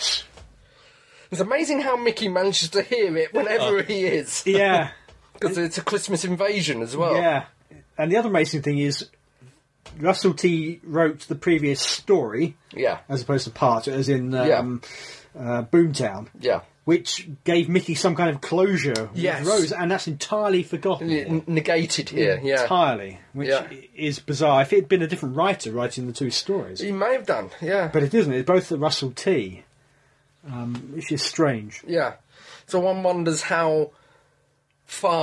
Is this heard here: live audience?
no